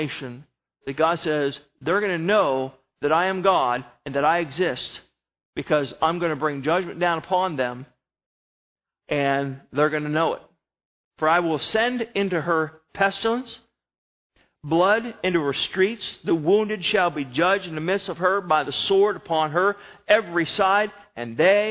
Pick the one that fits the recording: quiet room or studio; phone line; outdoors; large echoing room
large echoing room